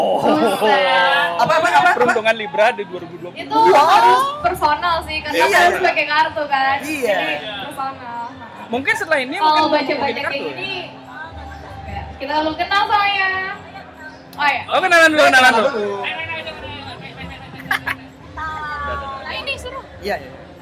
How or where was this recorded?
busy venue